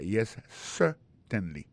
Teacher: pour un mot certainly accent tombé sur premier syllabe là